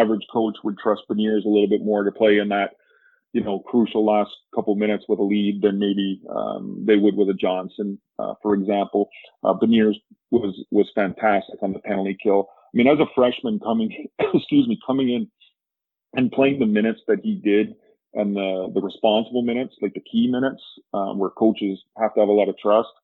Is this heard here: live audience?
no